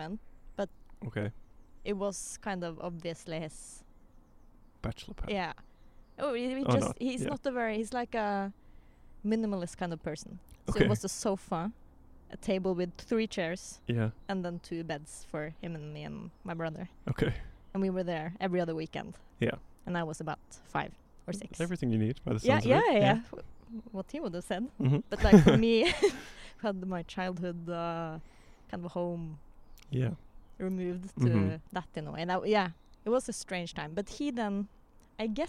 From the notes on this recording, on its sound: We had our first-ever outside recording, and things got very cozy and contemplative!